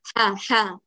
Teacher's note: صوت متردد بين أقصى الحلق ووسطه، فيخرج ها ها هذا الصوت، كأنه فيها شيء من صوت الحاء